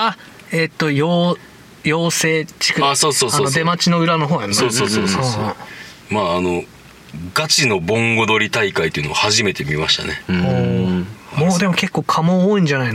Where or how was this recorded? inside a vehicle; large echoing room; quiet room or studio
inside a vehicle